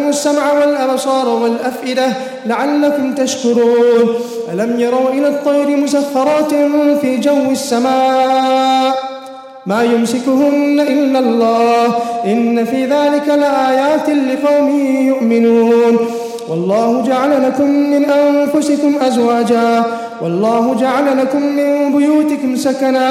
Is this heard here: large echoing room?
yes